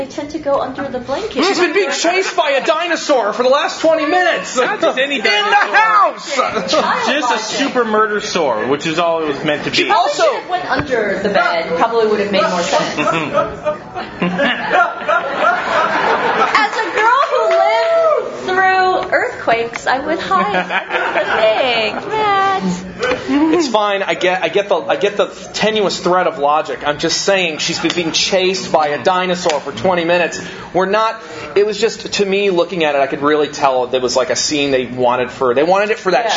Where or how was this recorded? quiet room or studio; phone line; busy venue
busy venue